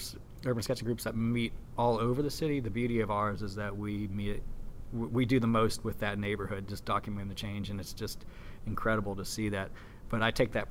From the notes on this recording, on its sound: at the Sheraton in New York City during the Nation Art Education Association National Convention